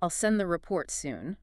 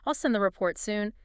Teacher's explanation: The pitch is just unnaturally forced down into the bottom of the range. · Shown in: first take · And the fix is just that tiny adjustment, back up to your more natural, energized register. · Term: speaking too low